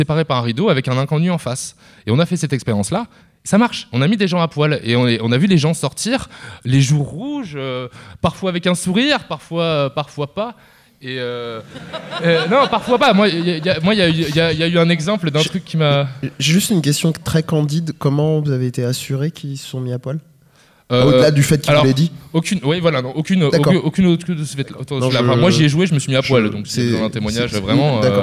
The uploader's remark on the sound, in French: cycle de conférence organisé à Rennes du 22 au 24 Mai à l’Amphithéâtre de la Maison des Associations lors du Stunfest 2015